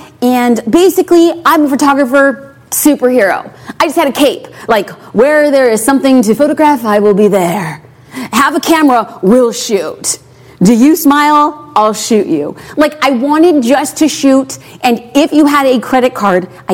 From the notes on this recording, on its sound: I also took the time to answer questions from the live audience.